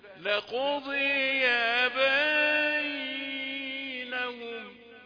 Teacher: انت فتحت الباء واديتها الف وبعدين الياء وقفت عليها